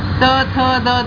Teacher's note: त थ द ध, इन्हें आगे यहाँ दांत पर जीव अटकती है